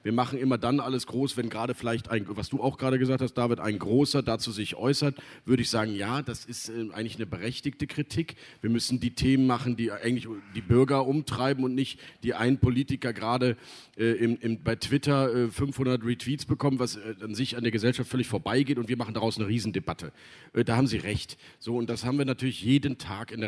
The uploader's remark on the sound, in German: Im RP-Zelt beim Campfire-Festival in Düsseldorf.